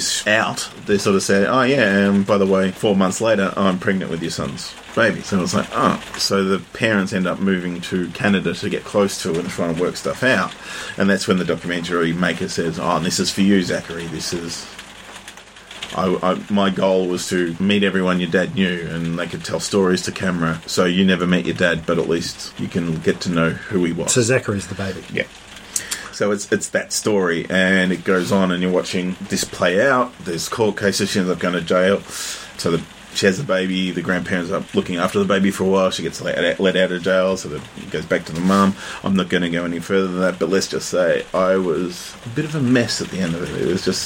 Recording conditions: background noise